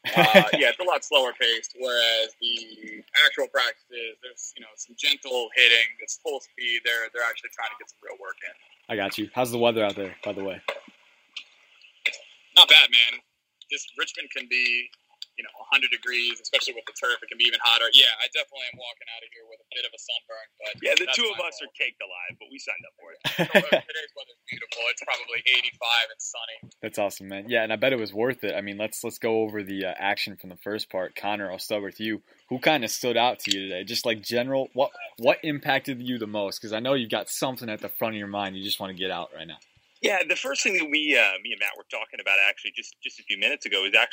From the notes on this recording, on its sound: Live from day one of Redskins training camp. Called in from Redskins training camp, as spectators.